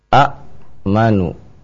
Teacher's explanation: Maka hamzah yang kedua yang bertanda sukun dirobah atau diganti dengan maddiyah, dengan alif maddiyah, sehingga dibacalah menjadi panjang amana, ya. Ini namanya mad badal.